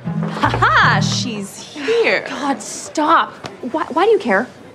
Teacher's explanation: going down into the lower register and having that little bit of buzz in your speech when you want to emphasize something · Term: vocal fry